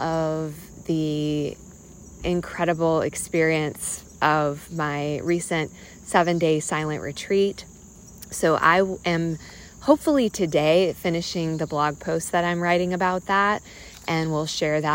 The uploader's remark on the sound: I’m talking off the cuff while walking outside